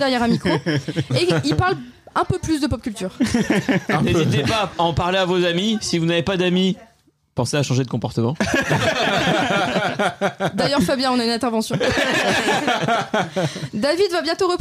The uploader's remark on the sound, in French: Un épisode spécial enregistré EN PUBLIC ! (Les gens qui étaient à l'anniversaire quoi).